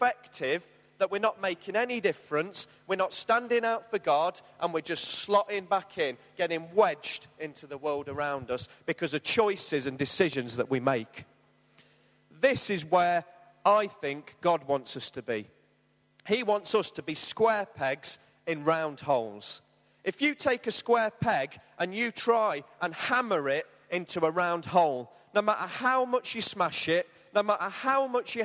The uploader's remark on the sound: Arena Church, Ilkeston.